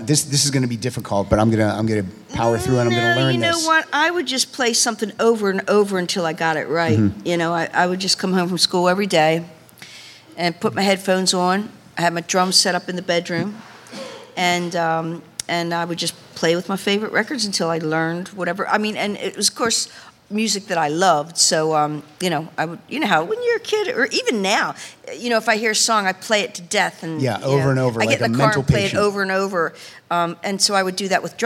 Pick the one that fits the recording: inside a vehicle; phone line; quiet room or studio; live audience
live audience